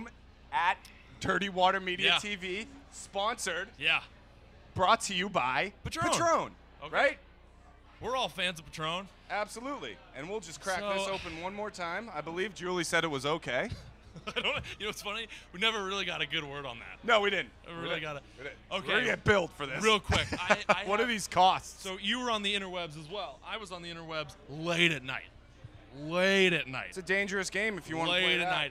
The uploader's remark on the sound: LIVE from The Greatest Bar located right in the Heart of Boston!